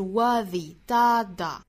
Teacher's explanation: 所以我们在说 believe 的时候，在说 worthy 的时候，我们拖得更长，语调呢稍微较其他的词更高一些，那用的力气呢也更重一些，当然是在这两个词的重读音节上啊，一个是 believe dada，还有一个是 worthy dada。好，这句话我们再来看。讲到重读之后，我们还需要注意句子里虚词弱读的点哈，因为我们说到虚词弱读其实是更难的，大家更不好掌握的。我们如果把虚词弱读这个概念加到这句话里头，应该是 the people da da da who